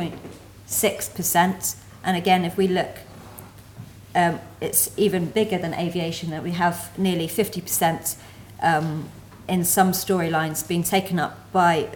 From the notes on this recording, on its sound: Fourth presentation of session 9 of the 4 Degrees international climate conference.